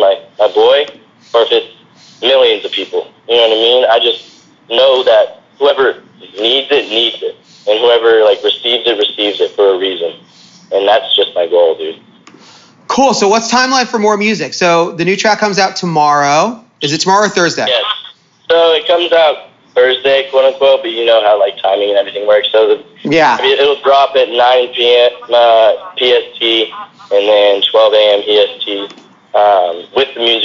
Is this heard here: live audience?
no